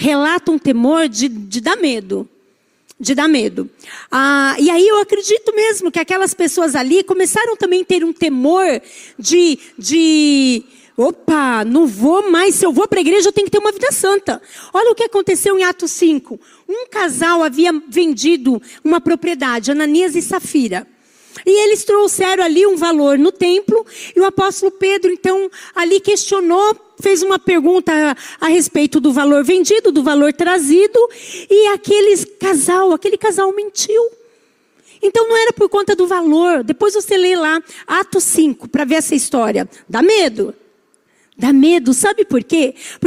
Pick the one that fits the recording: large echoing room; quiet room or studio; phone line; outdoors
large echoing room